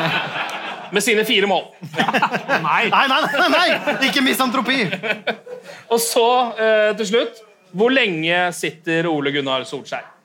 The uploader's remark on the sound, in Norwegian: satte vi oss ned foran publikum på puben Scotsman i Oslo